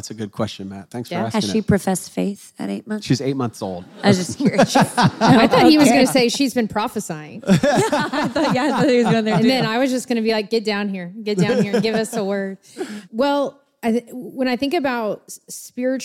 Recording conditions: live audience